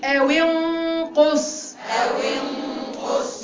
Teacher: اكسري الواو وخش على الغنة بتاعت النون